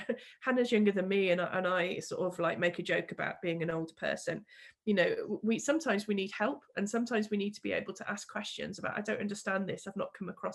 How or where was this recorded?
video call